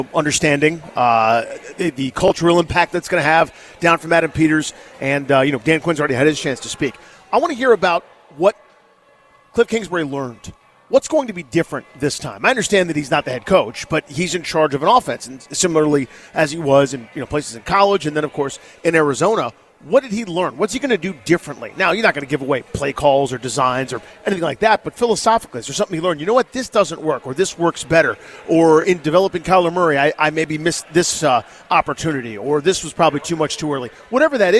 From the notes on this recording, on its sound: We are live at Solace Outpost in the Navy Yard